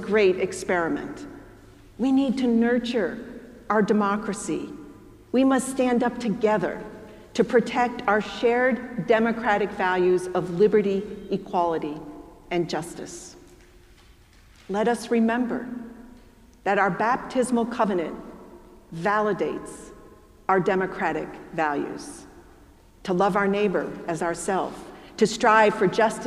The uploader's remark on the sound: preached at our celebration of the Holy Eucharist on the Twenty-third Sunday after Pentecost